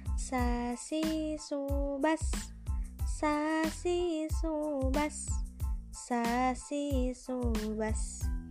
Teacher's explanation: Huruf sa berdasarkan keluarnya nafas termasuk ke dalam hamas, berdasarkan keluarnya suara termasuk ke dalam rohwah, berdasarkan keluar berdasarkan terangkat tidaknya pangkal lidah termasuk ke dalam istifah.